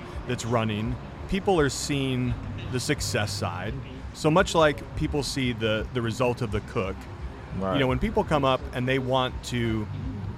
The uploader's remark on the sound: Live from BBQ Love Fest in Tampa.